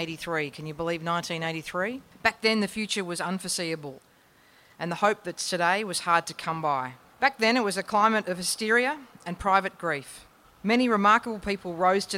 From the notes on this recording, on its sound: JOY 94.9 is proud to present Living Positive Victoria’s International AIDS Candlelight Memorial 2016, recorded live on Sunday, 15 May 2016.